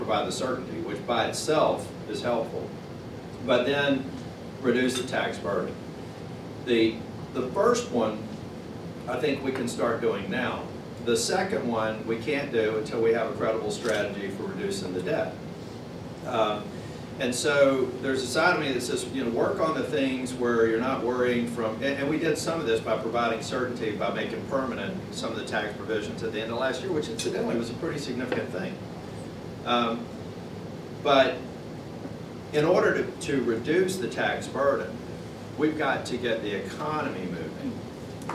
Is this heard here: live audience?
yes